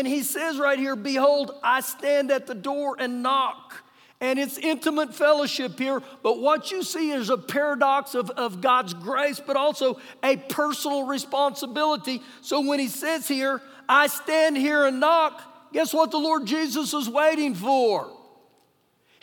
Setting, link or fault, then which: setting, large echoing room